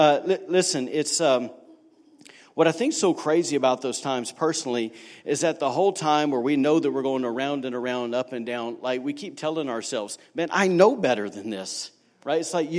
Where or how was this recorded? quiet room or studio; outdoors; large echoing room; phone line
large echoing room